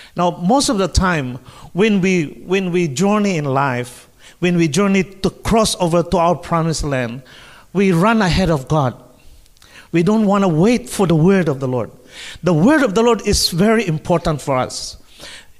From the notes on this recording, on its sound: Streamed Live from South Mandurah Uniting Church!